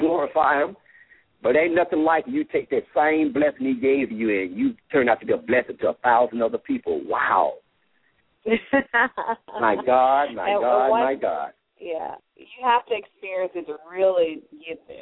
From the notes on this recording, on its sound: LML uses a progressive live call in format.